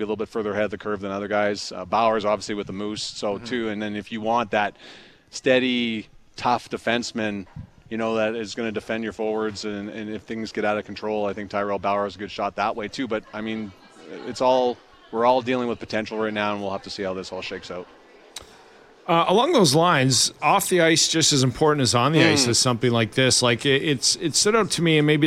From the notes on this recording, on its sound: LIVE at Jets Development Camp.